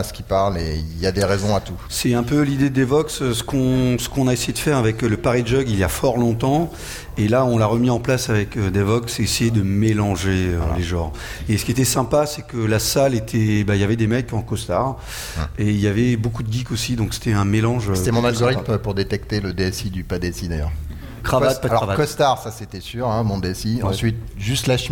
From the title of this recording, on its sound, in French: en direct de Devoxx